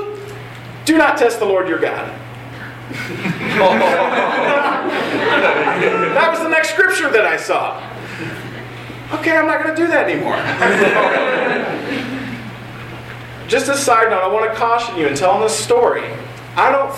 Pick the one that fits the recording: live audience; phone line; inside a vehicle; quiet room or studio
live audience